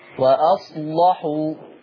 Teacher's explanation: خلي بالك من اللام بتاعت وأصلحوا، غلظيها شوية